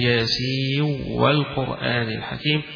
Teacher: هنا القراءة فيها هتقرأ ياسين والقرآن الحكيم أو ياسين والقرآن الحكيم، هنا أدغم النون ياسين النون اللي في آخرها بالواو اللي في أول والقرآن الحكيم